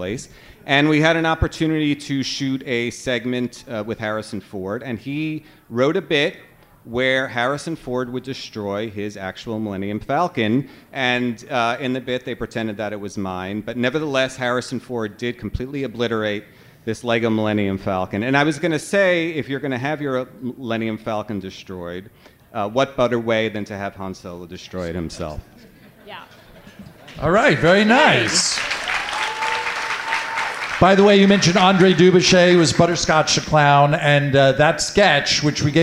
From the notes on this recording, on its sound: Live from Comic-Con 2019. Are live from the Team Coco House at Comic-Con 2019!